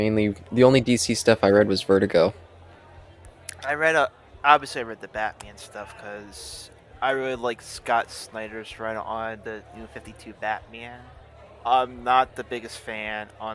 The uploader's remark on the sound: A Bar-side chat